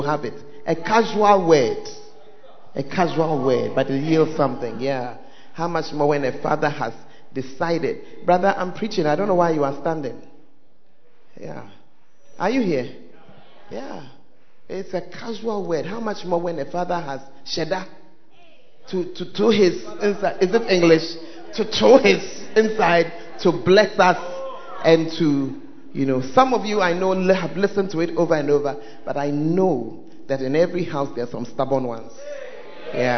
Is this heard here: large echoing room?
yes